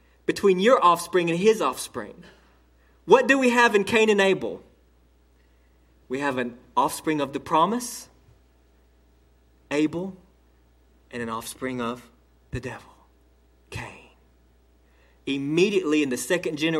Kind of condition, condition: setting, large echoing room